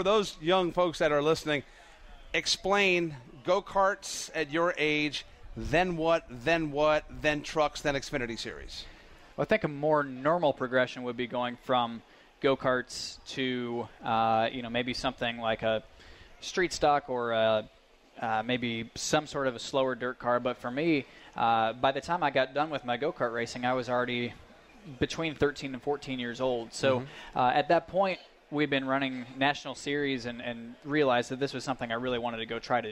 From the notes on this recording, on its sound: On this week's NASCAR Live we are at the Go Pro Motorplex in Mooresville, NC for the 'Little 600'!